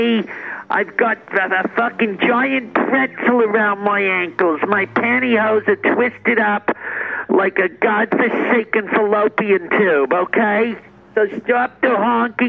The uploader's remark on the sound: A phone call